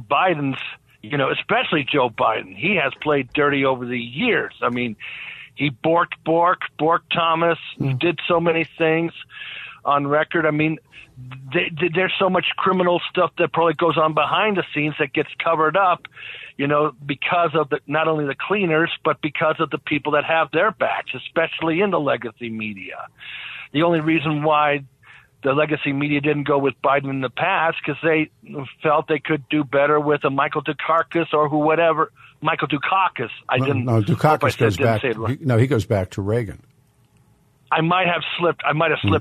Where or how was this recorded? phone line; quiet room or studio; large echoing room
phone line